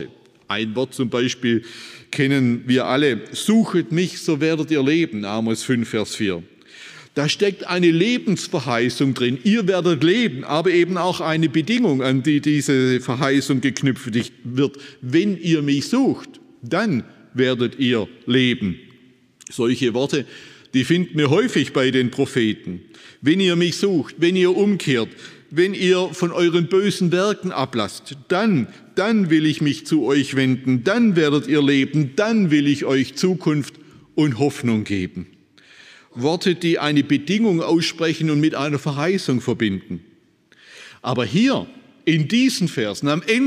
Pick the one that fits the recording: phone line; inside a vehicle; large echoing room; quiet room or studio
large echoing room